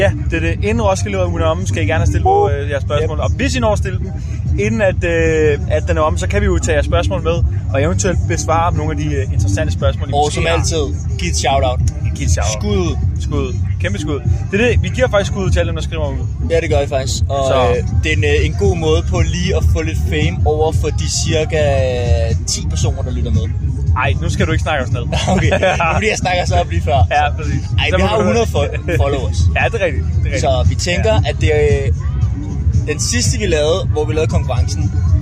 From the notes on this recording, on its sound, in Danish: en episode fra hvor det hele startede, nemlig Roskilde festival